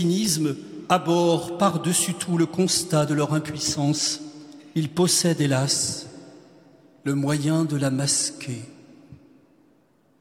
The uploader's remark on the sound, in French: Quatrième conférence de carême de Notre-Dame de Paris.